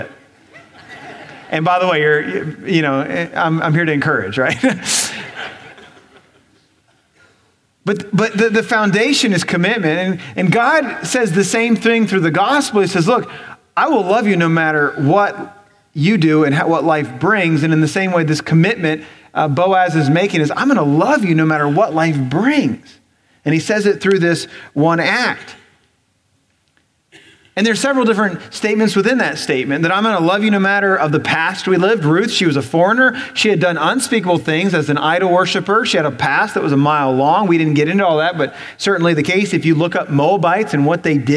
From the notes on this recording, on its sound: Recorded on November 12, 2017 at Graceland Baptist Church in New Albany, Indiana.